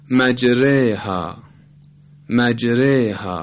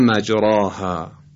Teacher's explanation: الف به گونه تلفظ میشه که گویا یک کسره امتداد یافته است · Shown in: first take · این حالت رو در علم قرائت بهش میگن اماله، میل دادن الف یا فتحه به سمت کسره یا مجره ها.